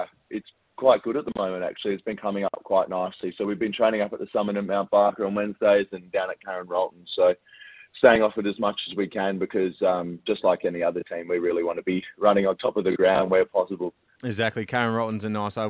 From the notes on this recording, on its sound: phoned in to chat with the boys